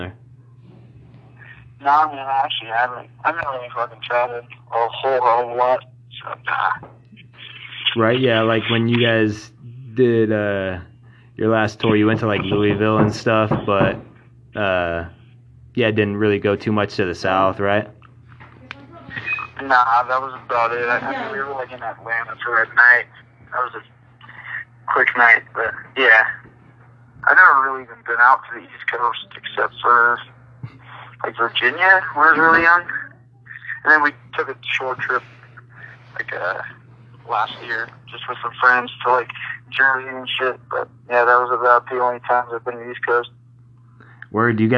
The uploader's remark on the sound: phone interview